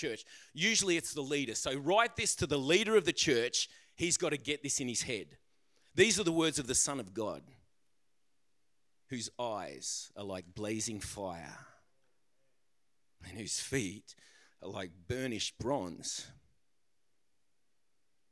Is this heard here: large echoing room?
yes